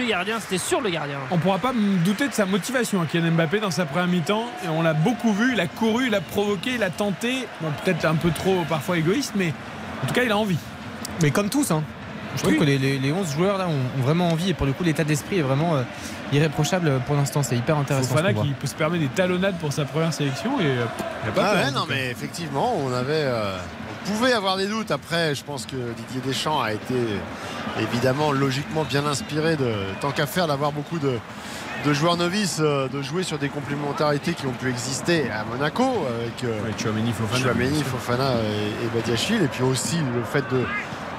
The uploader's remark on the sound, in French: en direct du Stade de France